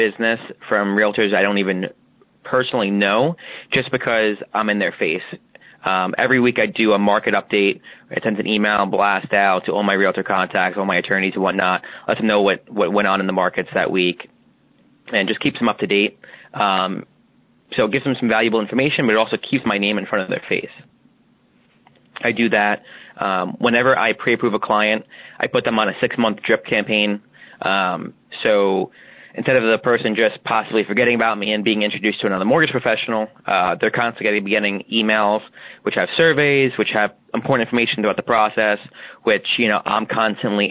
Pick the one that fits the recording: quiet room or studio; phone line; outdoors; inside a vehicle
phone line